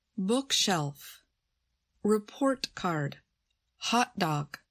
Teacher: They say the first word louder or longer to show its importance. At times, stress could also mean saying something with a higher pitch in your voice. · Term: stress the first word